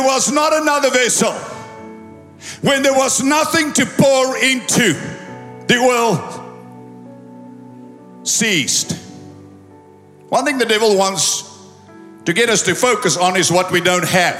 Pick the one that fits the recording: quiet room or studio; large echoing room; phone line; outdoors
large echoing room